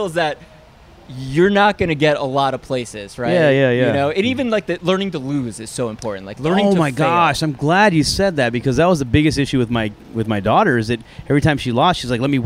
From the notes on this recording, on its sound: LIVE AT COUNTRY THUNDER.